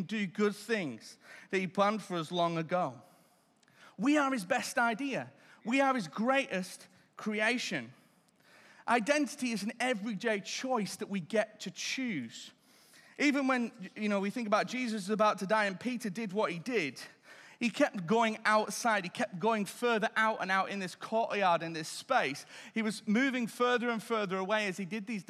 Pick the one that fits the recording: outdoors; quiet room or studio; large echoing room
large echoing room